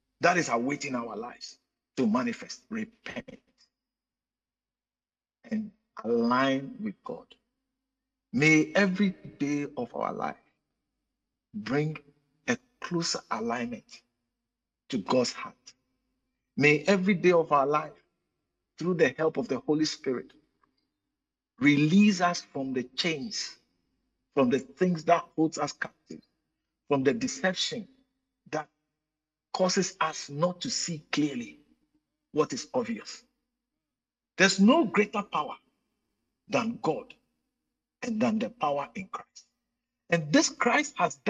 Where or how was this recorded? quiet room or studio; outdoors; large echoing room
large echoing room